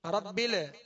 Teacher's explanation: جو لام کا سکون ہے کامل پڑھنا ہے، آواز ہلے نہیں، اس میں جنبش پیدا نہ ہو، حرکت پیدا نہ ہو.